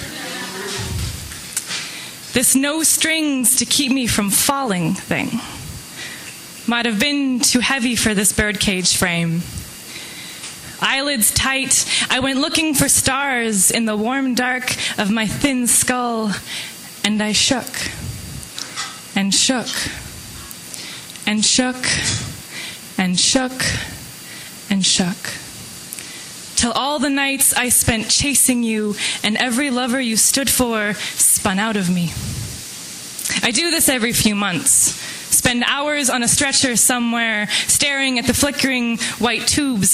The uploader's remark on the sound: Live from the Vancouver Poetry Slam